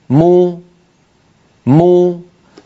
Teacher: وإن أراد أن ينطق ميما مضمومة يقول مو، انظروا مو مو، فبتباعد الشفتين خرجت الميم، وبانضمام الشفتين خرجت ضمتها